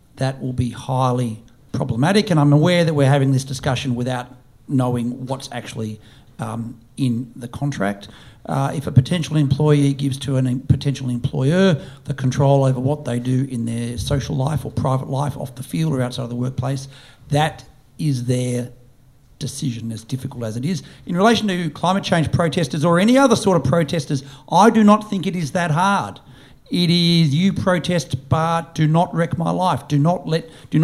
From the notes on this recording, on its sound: It's the first live episode of Looking Forward! Recorded at the Australian Libertarian Society's Friedman Conference last month. In a crowded theatre.